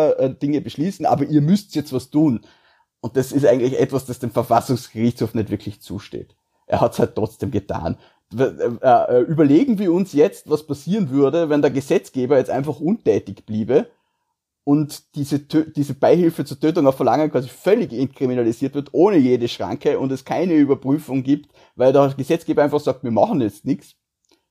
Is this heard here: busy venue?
no